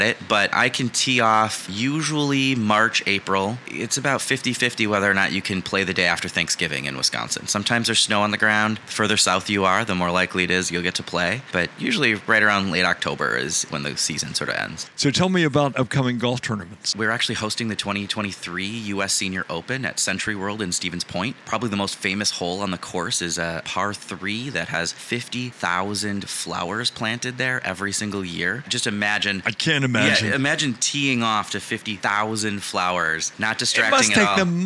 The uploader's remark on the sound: Live From IPW